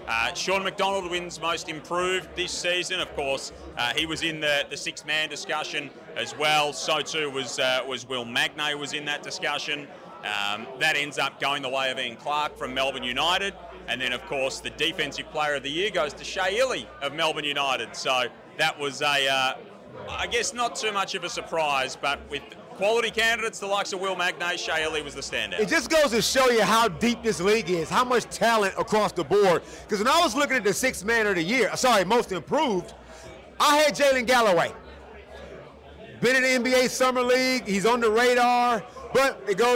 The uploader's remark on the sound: Live from the MVP awards. All the goos, winners and red carpet arrivals live from the NBL MVP Awards.